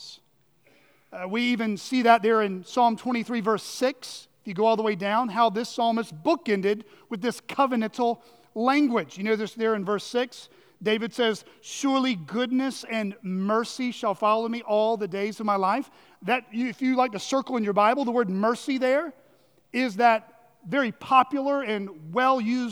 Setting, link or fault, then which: setting, large echoing room